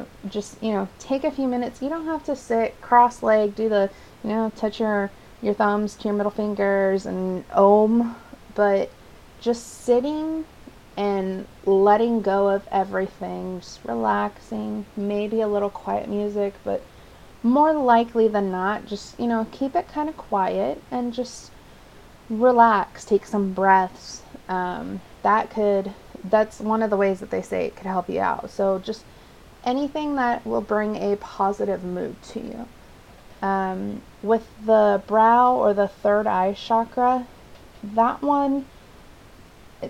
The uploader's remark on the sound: For this installment, I recommend a lower volume due to the excessive and obnoxious background noise.